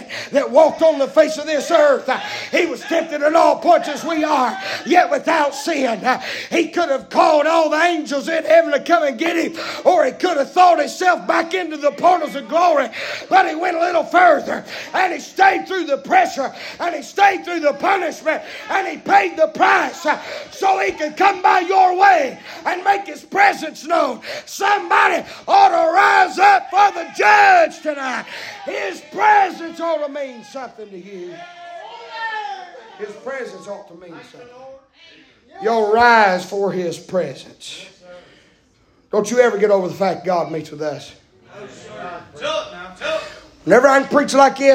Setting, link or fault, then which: setting, large echoing room